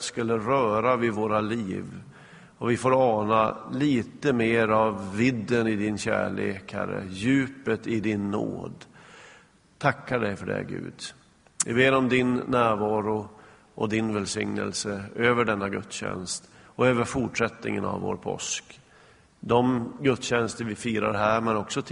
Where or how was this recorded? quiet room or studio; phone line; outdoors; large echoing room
large echoing room